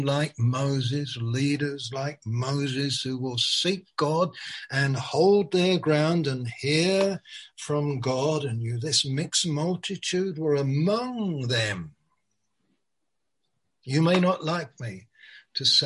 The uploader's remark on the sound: Malaysia Meets (Zoom).